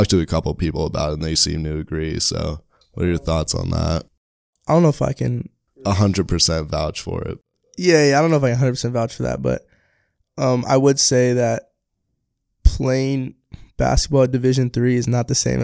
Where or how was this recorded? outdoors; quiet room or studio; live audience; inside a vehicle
quiet room or studio